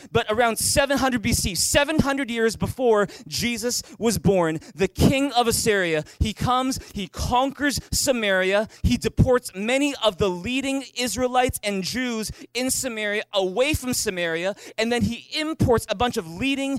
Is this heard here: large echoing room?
yes